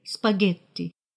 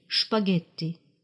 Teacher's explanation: Слово «спагетти» пишется так, как его пишут итальянцы. Произносят его двояко, либо на итальянский манер «спагетти», либо на немецкий «шпагетти».